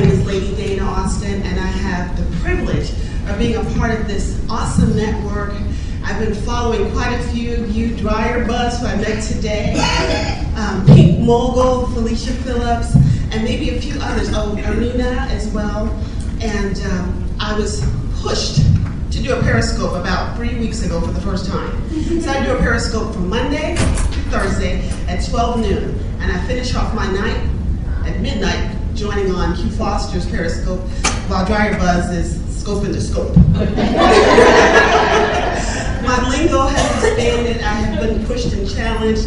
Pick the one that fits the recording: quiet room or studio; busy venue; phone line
busy venue